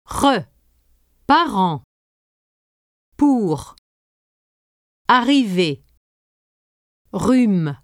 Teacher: When you pronounce a French R, the back of your tongue almost touches the back of your palate. Force air out, as when you pronounce an H, and maintain that very narrow passage between the back of your tongue and the back of your palate.